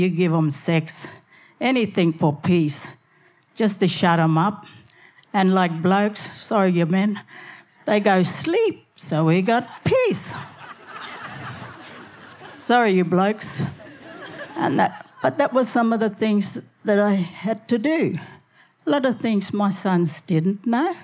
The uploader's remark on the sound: SPUN: True Stories Told in the Territory is a live storytelling event that showcases some of the extraordinary people and stories that make up the Northern Territory. Popping up at different venues across Darwin, working with a range of partner organisations with a different theme each time, SPUN brings to light stories from diverse backgrounds. Told at our event at Darwin Festival in 2018.